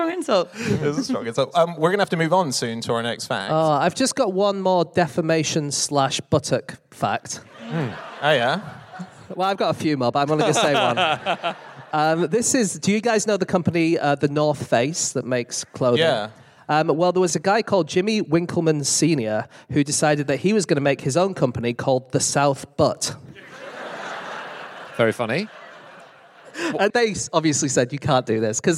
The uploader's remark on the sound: Live from New York